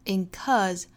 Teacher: incur 这个词它的重音在第二个音节